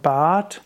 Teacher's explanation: Da ist zwar ein R dabei, aber das wird typischerweise nicht ausgesprochen.